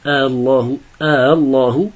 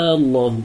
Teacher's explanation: إما أن نسهلها بين بين فنقول الله الله، وإما أن نبدل منها ألفا ونطولها من أجل سكون اللام بعدها فنقول الله، وعلى الوجهين يحصل الفرق بين الخبر والاستخبار.